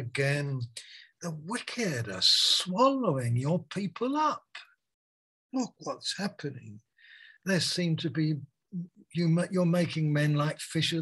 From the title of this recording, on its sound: Malaysia Meets (Zoom)